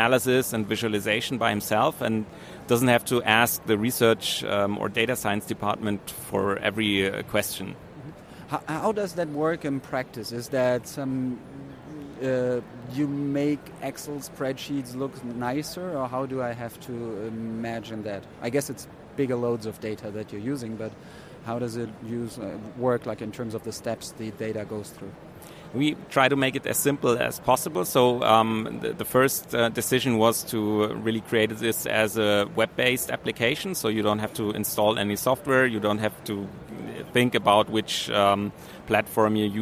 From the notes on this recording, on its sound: RoadTrip – Startuprad.io goes #SXSW. In our first season, we’ll feature startups at one of the coolest tech conferences in the world, the South by Southwest in Austin, Texas.